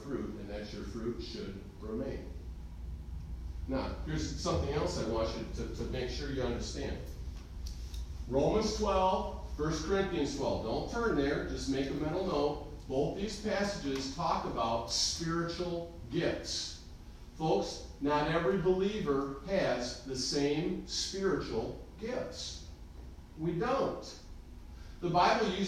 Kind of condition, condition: setting, large echoing room